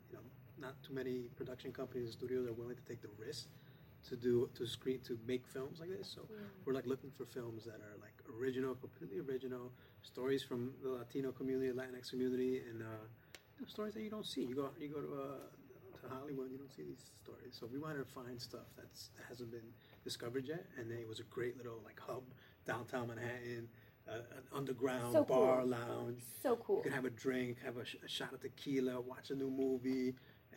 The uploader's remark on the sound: Live from the Regal Essex Crossing movie theatre in NYC. The Katra LatinX Film Festival returns to Regal Essex Crossing in the Lower East Side of Manhattan.